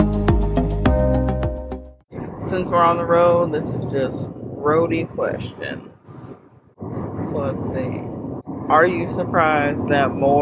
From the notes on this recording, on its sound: Y'all are taking a ride with us. During our little day trip in the car.